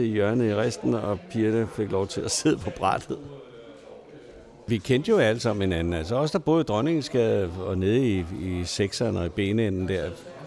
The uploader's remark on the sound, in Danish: Optaget på Fingerbøllet, Christianshavn.